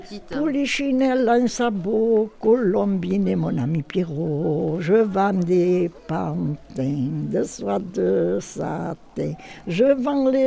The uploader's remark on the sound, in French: Ils les ont enregistrés au marché, sur les places, sur le port, au jardin. Avec quelques grenouilles et les vagues dans la calanque.